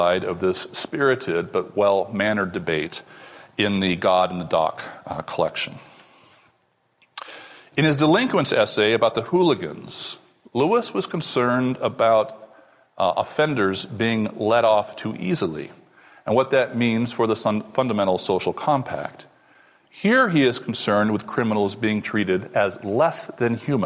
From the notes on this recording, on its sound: This lecture took place at the Acton Institute for the Study of Religion and Liberty in Grand Rapids, Michigan.